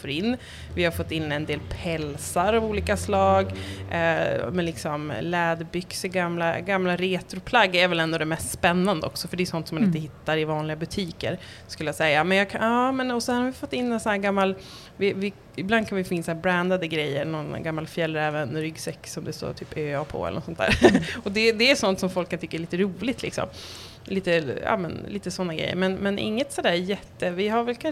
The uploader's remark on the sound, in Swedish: Live från Sustainable Fashion Street